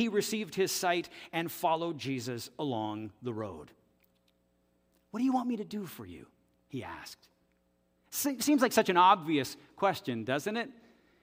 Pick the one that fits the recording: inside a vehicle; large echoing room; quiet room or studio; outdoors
large echoing room